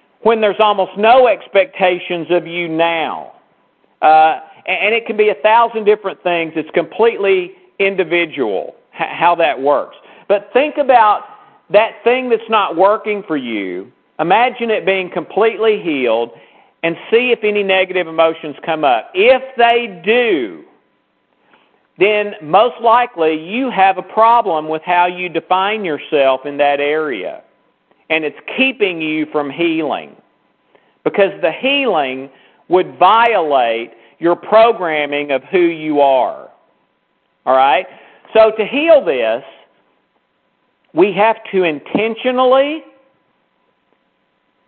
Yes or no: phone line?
yes